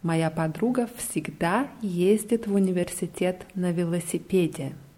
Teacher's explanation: nur bei всегда ist die Betonung auf a